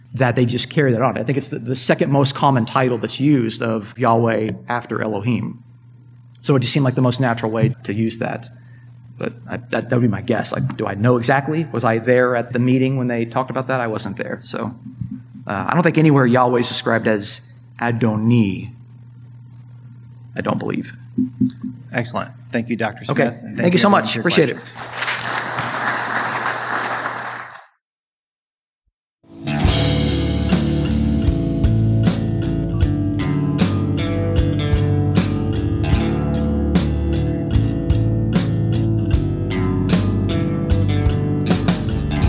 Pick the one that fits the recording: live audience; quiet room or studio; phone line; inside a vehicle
live audience